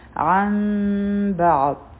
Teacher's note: پس با راغله نو دلته کې به مونږ اقلاب کوو نو دلته کې د نون ساکن آواز میم ساکن ته بدل شي او بیا به مونږ د میم ساکن اخفا کوو زموږ شونډې به مکمل طور بندې نه وي او دوه سیکنډه ټایم به ورکو